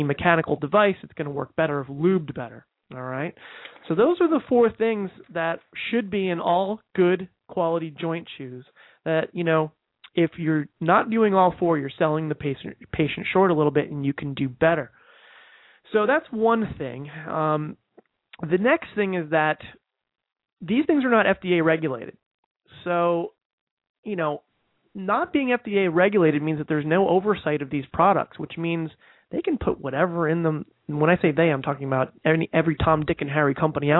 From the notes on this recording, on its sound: takes live calls